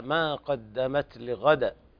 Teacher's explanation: أحسنت، بارك الله فيك، لكن انتبه إلى القلقلة في قوله تعالى ما قدمت لغدا، عند الوقف عليها الدال محرك بها القلقلة